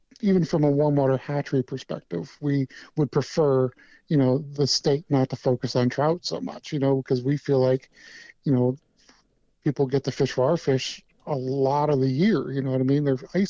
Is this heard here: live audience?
no